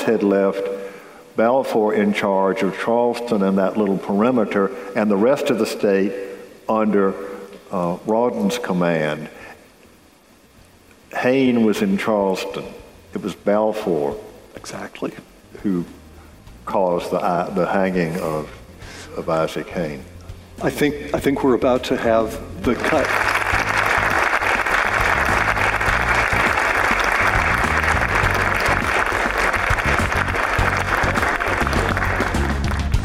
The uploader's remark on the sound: A conversation recorded before an audience, live as well as virtual, at the Charleston Literary Festival in November of 2021.